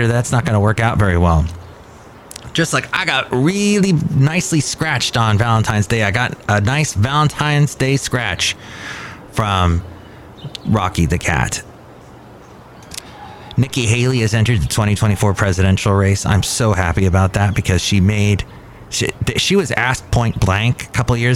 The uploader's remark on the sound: podcasts live from Cafe Anyway